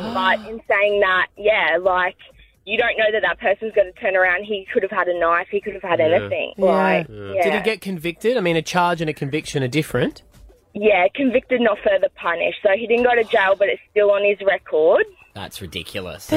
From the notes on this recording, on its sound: called in with some exciting news